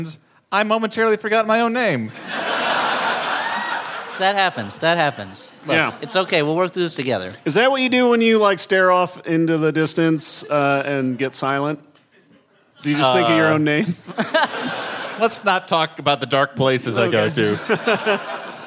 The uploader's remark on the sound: We reach way back into the Flop House vault to bring you a live show from the winter.